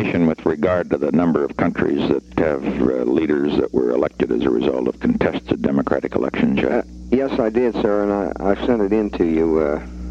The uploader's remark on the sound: We will listen in on the phone calls.